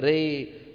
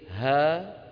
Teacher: ري اللسان مرتفع نصف رفعة والفم مفتوح نصف فتحة، بينما ها الفم مفتوح واللسان لم يرتفع في وضع الراحة · Term: الإمالة